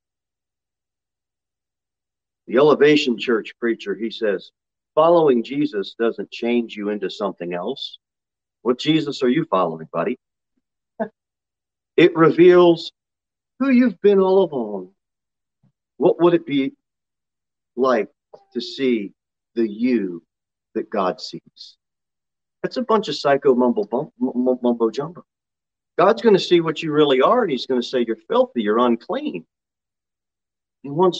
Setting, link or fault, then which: setting, large echoing room